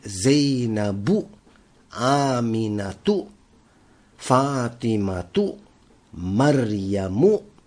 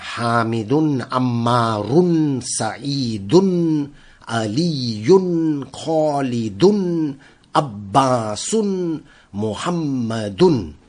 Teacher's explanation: all feminine names, the last letter was pronounced with just a Dhamma, while the masculine names, the last letter was pronounced with Dhammatin